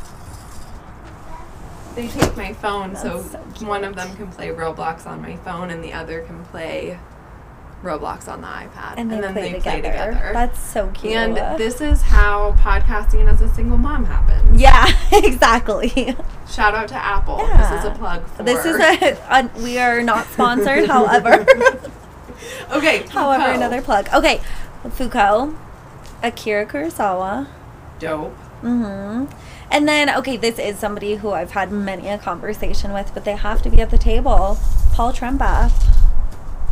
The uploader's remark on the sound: It's a bit windy & we're occasionally sniffling & cars & planes & horns make appearances—sorry for the annoying noises.